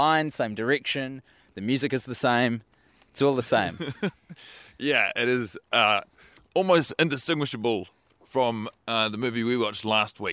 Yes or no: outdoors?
yes